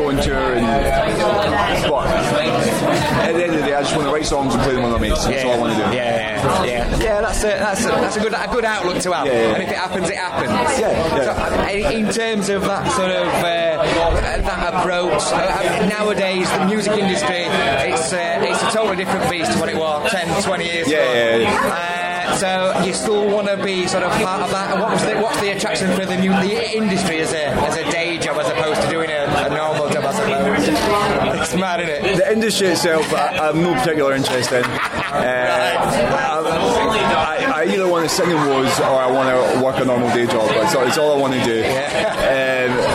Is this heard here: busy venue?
yes